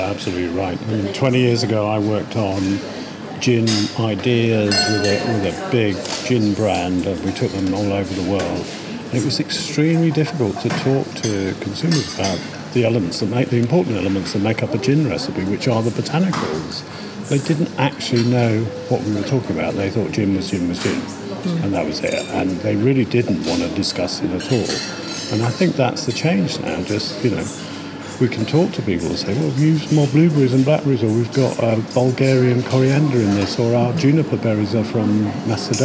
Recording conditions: busy venue